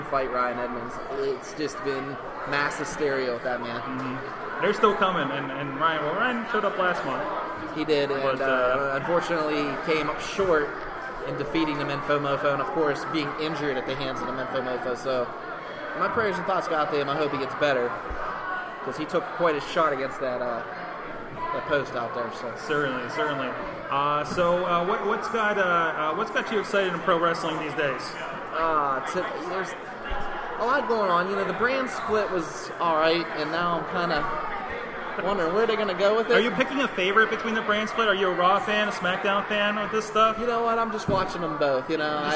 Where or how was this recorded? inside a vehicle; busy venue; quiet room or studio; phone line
busy venue